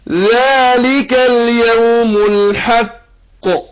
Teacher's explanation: شوف القلقلة هنا عشان موقفنا عليها سكنت، فبين القلقلة بنبينها أكثر في الايه في الوقف.